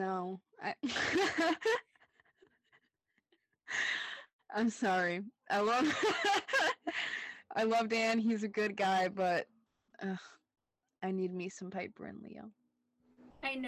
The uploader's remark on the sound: the audio issues from episode 5 continue in this episode